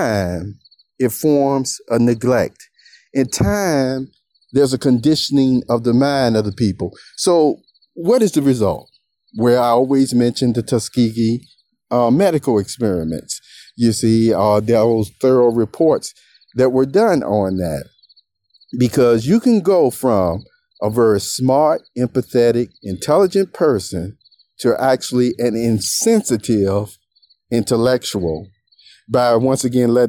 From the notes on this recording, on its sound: this is an outside with walking recording.